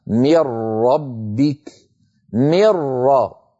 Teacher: أنتقل عند النطق من الميم إلى الراء مباشرة ولا يبقى من النون شيء، لا جزءها اللساني ولا غنتها. من ربك وكذلك اللام، من لدنه ملا ما يبقى من النون شيء.